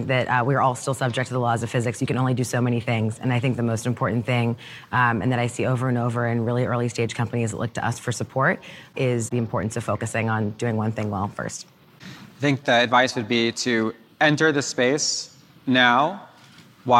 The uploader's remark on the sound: We’re playing a recording of our discussion live on stage. At TechCrunch Disrupt.